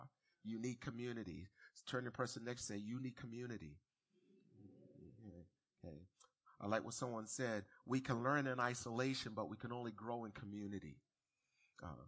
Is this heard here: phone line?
no